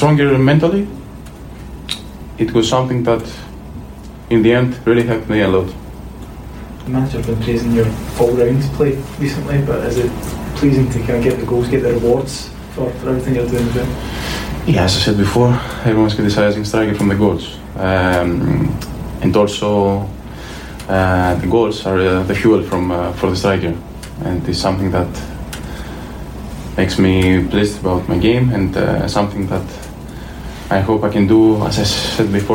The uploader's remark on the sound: At the post-match press conference following Celtic's 3-2 victory over Dundee.